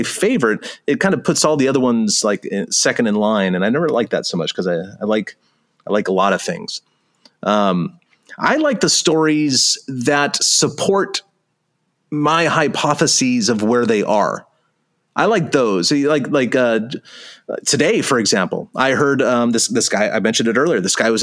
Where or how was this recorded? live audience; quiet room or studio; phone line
quiet room or studio